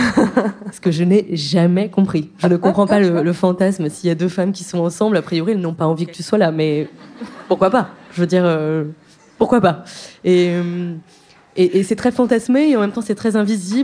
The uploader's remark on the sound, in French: à l’occasion du Paris Podcast Festival qui avait lieu à la Gaîté Lyrique, La Poudre organisait une table ronde